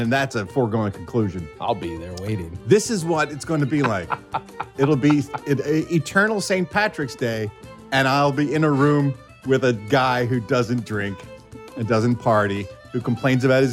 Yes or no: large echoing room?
no